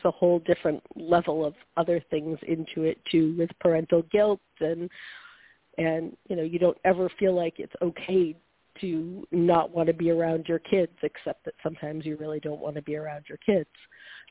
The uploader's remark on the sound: a mom who called